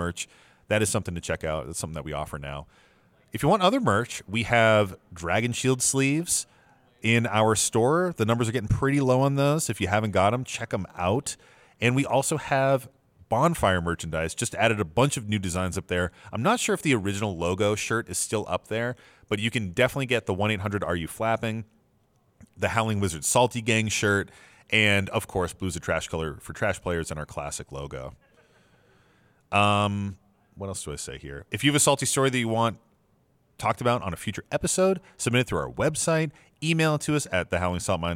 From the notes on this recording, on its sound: This episode was recorded live at MTG Summit.